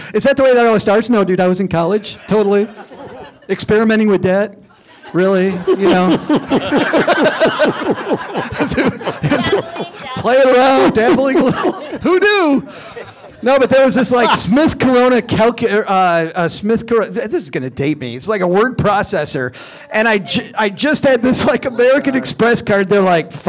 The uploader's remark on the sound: We kick off live show week with a great story. Plus, because we're live, we've brought a TON of financial and community stars with us. We were joined on stage by our guest co-host. It's a really fun episode in front of a live crowd.